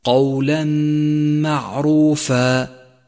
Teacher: أولا اقرأ قوله تعالى: قولا معروفا، قولا معروفا، ولاحظ كيف جاء التنوين وبعده حرف الميم، والميم حرف من حروف الإدغام بغنة، فأدخل التنوين في الميم وشدد الميم وقف عندها زمن الغنة حركتين، أي هكذا: قولا معروفا.